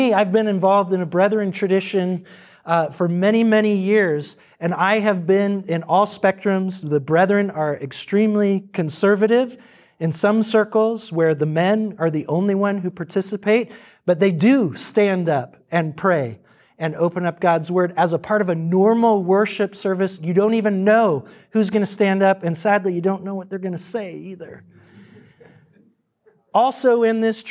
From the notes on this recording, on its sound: This audio was taken from TCM International Institute 's fourth track session at last year's National Disciple Making Forum. This audio was taken from TCM International Institute 's fourth track session at last year's National Disciple Making Forum.